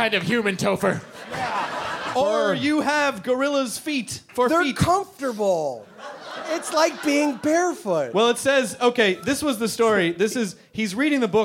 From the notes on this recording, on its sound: Live in Northampton, Massachusetts at the intimate and legendary "Iron Horse"! In-person quemments!